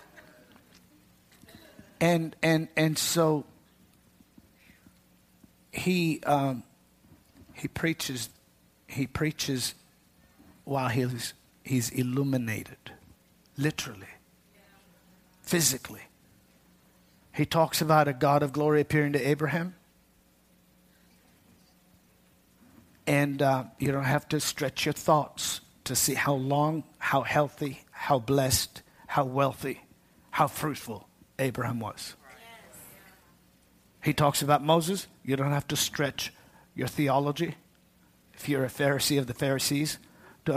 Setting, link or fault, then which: setting, large echoing room